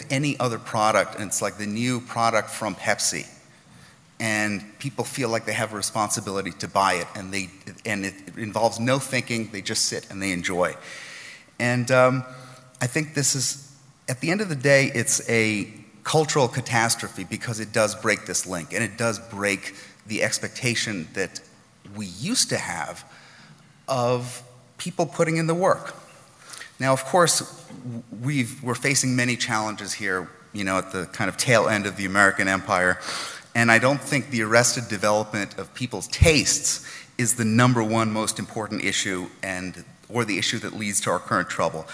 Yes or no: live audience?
yes